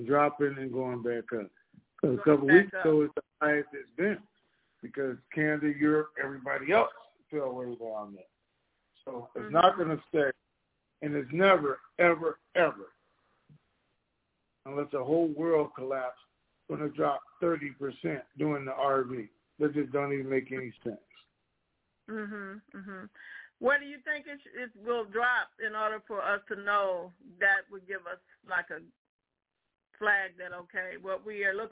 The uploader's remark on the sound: TNTSuperfantastic Conference Call